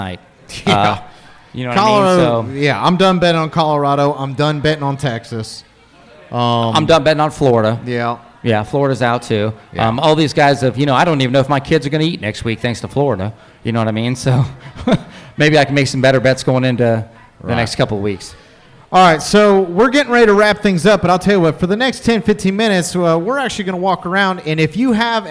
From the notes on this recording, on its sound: Purdue Pre-Game LIVE from Turtle Creek Tavern.